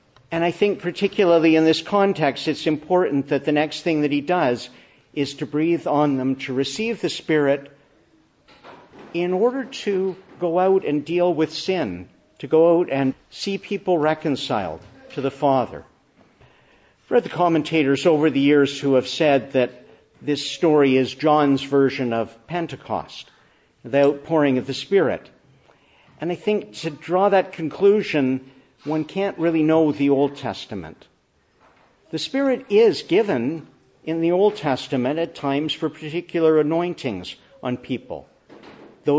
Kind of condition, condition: setting, large echoing room